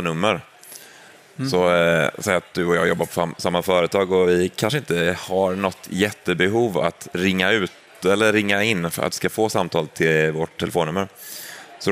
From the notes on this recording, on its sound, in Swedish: Live från Teamsdagen 2023.